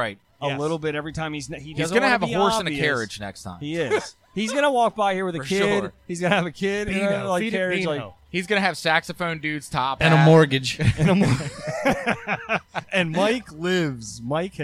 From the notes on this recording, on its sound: Live from The Downtown GrooveFEST in Cambridge MD